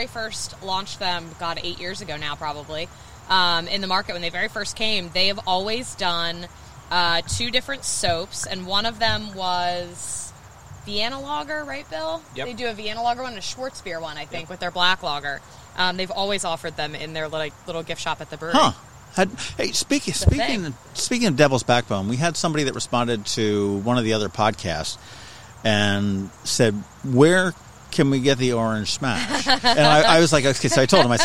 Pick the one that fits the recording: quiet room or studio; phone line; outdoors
outdoors